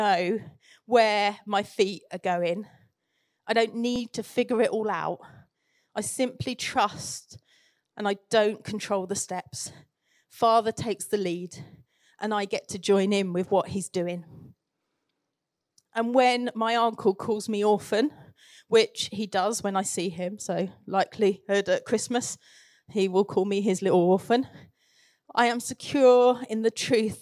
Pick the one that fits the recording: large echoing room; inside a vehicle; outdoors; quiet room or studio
large echoing room